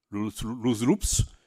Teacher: nous gardons le S final